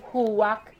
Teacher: You barely say the R in a huwak.